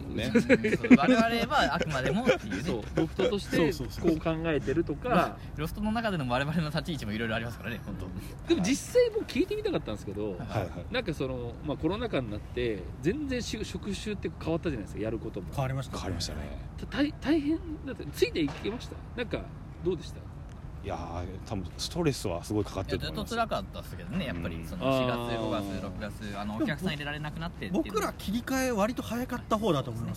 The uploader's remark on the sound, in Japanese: 新宿中央公園での収録を決行！ネイキッドロフトの様に路上の音を聞きながら、リラックスしたムードで色々なお話や相談をさせて頂いてます。